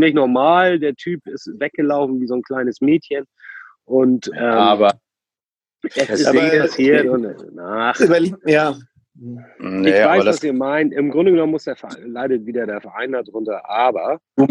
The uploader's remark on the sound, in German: Aus Gründen ist diese Folge wieder mit Zoom aufgenommen und weil wir die Zeitbegrenzung von 45 Minuten verpennt haben, gibt es auch nur ne halbe Abmoderation.